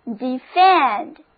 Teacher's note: D-E-F-E-N-D，重音放在第二个音节上